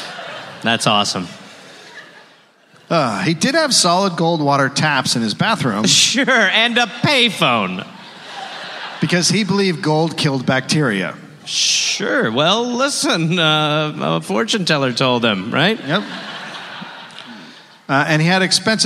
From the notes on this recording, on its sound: recorded live in Minneapolis